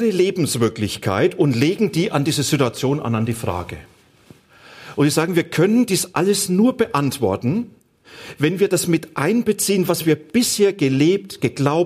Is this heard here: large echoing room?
yes